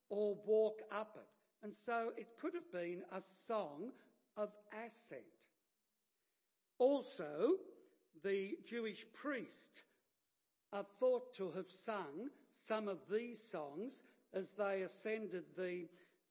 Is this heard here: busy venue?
no